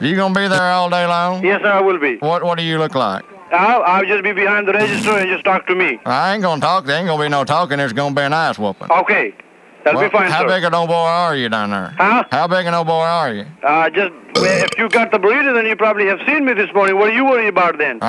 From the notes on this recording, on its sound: Prank Phone Calls